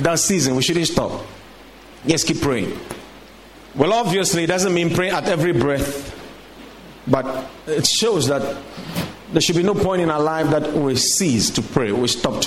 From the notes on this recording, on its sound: Preached at the Watered Garden Church